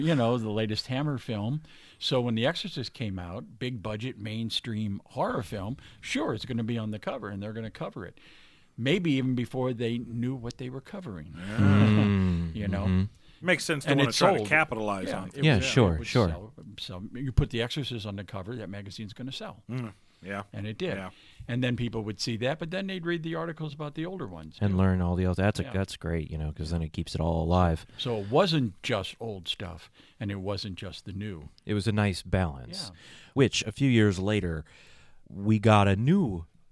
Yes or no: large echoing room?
no